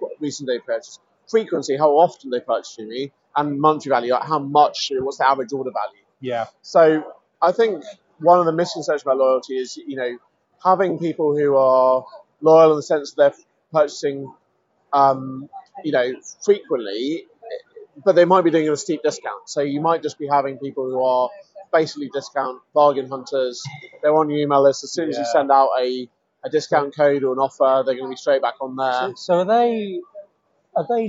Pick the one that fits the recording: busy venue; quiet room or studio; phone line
busy venue